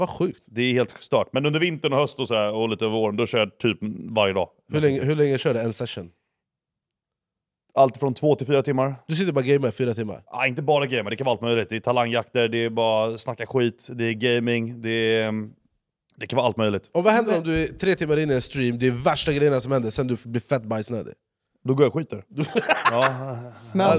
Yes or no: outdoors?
no